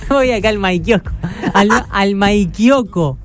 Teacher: Porque claro, no pronunciás ni una S del medio.